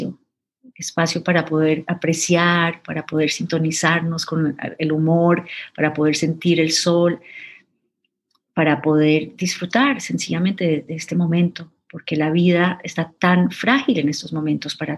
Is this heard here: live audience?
no